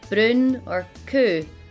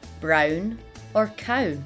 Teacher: we use the oo sound in words such as brun or coo, as opposed to the ow sound that English speakers might use